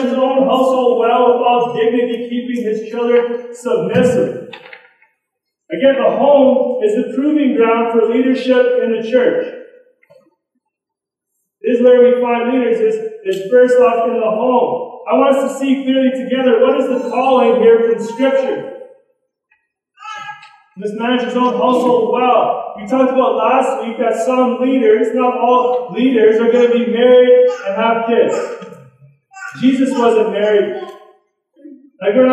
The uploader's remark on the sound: poor recording